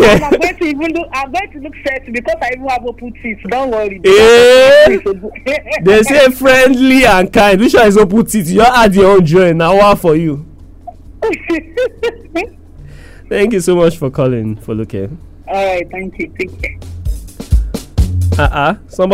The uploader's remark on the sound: Audience Phone